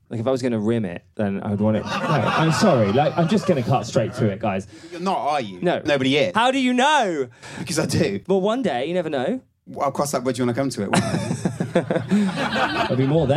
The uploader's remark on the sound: Live from Edinburgh